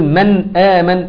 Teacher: وانت بتنطق النون مع الاظهار لا تغنها ولا تقلقلها